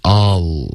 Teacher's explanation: All 的这个发音是不对的，别动嘴唇。All 是不带嘴唇任何动作的一个发音